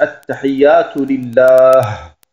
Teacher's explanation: jetzt wenn ich stehen bleibe, sage ich At-tahiyyatu lillah. Das heißt, dieses I am Ende lasse ich weg. Das ist im Arabischen ein Strich unten, eine Kasra, und die wird beim Stehenbleiben ausgetauscht durch eine Sukun oben.